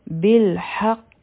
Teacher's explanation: کې به مونږ د شدت سره ادریږو یعنی د سختۍ سره ح به نری وایو ځکه چې دا نری حرف دی او قاف به غټ وي · قاف غټ حرف دی او د سکون په وخت کې په قاف باندې چې کله سکون راشي نو په هغې باندې قلقله هم کیږي